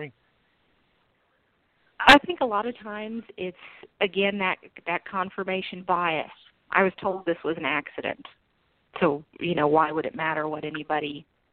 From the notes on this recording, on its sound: We will be taking live callers during this episode.